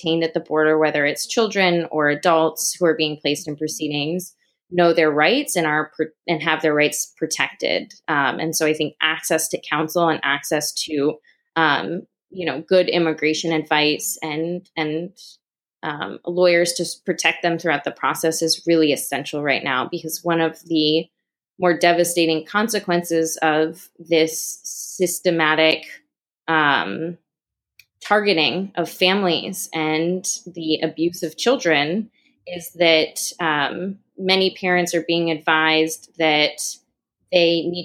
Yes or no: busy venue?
no